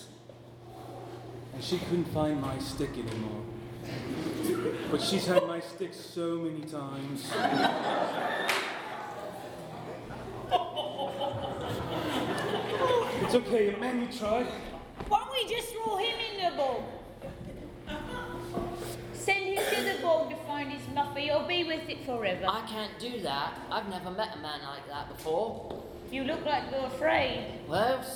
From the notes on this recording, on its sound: Live at The Establishment.